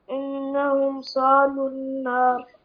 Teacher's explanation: ما في تشديد هنا في اللام